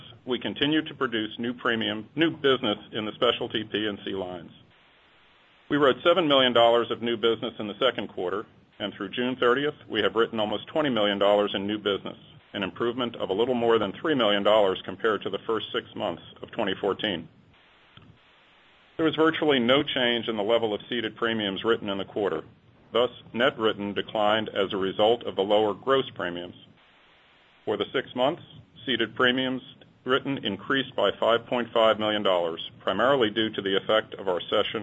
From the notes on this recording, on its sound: ProAssurance Earnings Conference Call